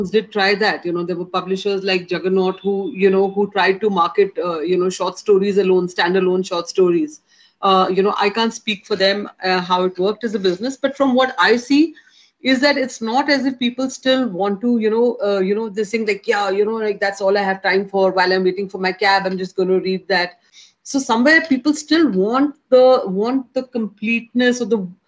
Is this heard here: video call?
yes